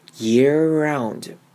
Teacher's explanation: year 的尾巴是 r 的声音， around 的开头呢也是 r，也是一个 r 的声音，要把舌头卷起来 · 我把 year 的 r 跟 around 的 r 直接连在一起了，我 around 的那个声音是发得非常轻的 · Term: 连音